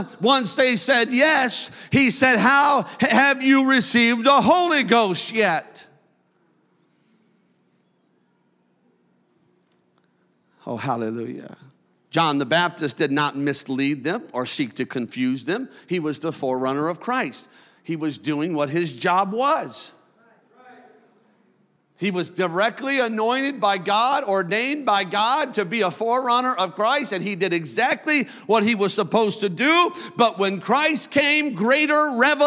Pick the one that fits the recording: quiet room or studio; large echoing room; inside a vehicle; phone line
large echoing room